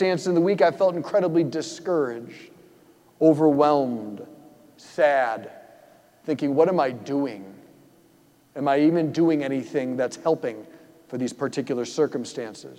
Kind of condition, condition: setting, large echoing room